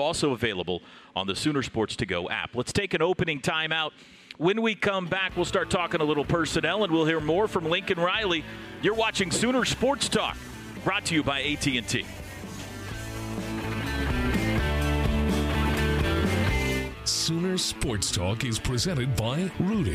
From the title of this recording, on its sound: Sooner Sports Talk Live From Rudy's